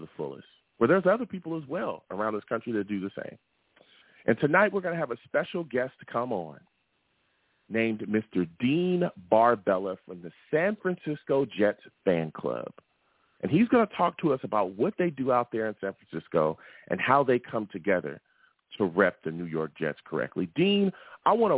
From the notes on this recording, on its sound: I take live callers!